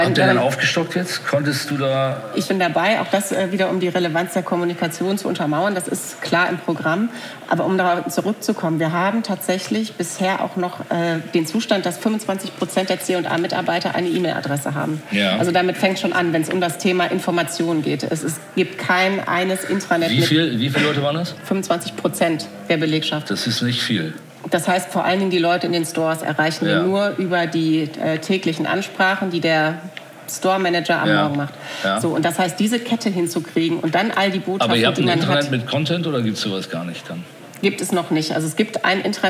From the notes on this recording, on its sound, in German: im Live-Podcast auf dem Kommunikationskongress in Berlin